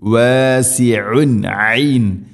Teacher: തൻവീന് ശേഷം ഐൻ ഇസ്ഹാർ ചെയ്യണം, വെളിവാക്കി ഉച്ചരിക്കണം, മണിക്കരുത്.